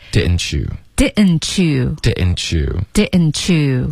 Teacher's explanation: didn't 和 you 连读呢会变成 chew